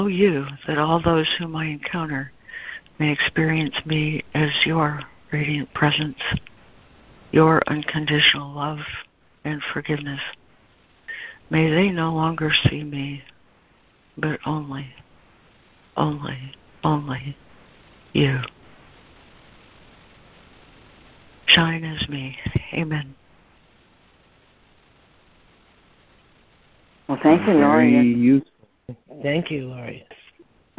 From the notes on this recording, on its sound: ACIM Daily Conference Call